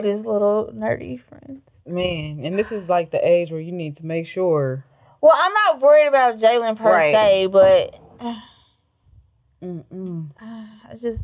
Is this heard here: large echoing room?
no